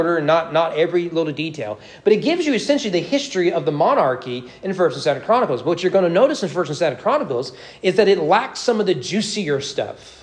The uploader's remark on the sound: Sermon preached at East Frankfort Baptist Church on December 4, 2022 during evening worship.